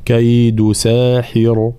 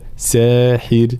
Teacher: حال الوقف هنا طبعا راء ساكنة مسبوقة بكسر، فإننا نرققها · Shown in: second take · فلا نقول كيد ساحر، لا ساحر هكذا.